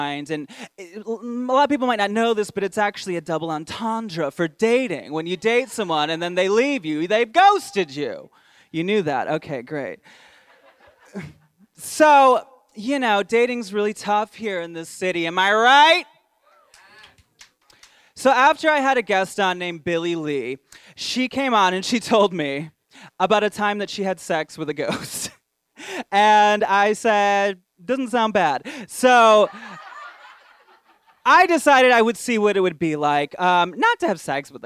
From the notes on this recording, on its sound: LIVE from LA. The first ever live show is here!!! Recorded in front of a sold-out crowd at The Cavern Club Theater at Casita Del Campo Mexican Restaurant in Silverlake, CA.